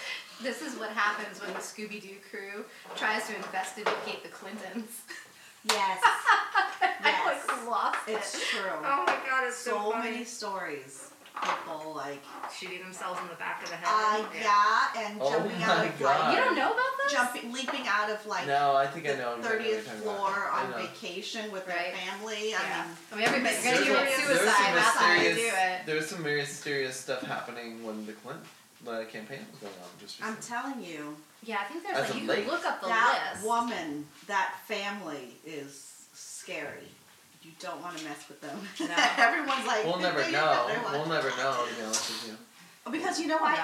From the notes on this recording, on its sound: We apologize for the lame audio, the audio track that we record separately is missing.